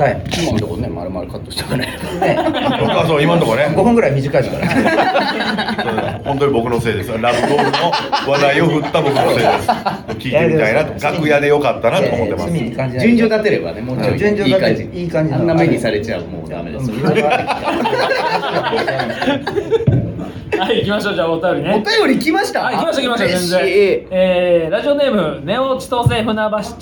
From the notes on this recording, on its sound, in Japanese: 公開収録。